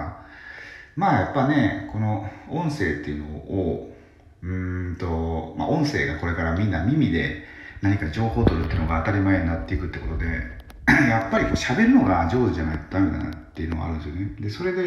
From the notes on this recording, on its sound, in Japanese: 入浴中にラジオ収録できるのか？風呂に入りながらラジオ収録できるのか？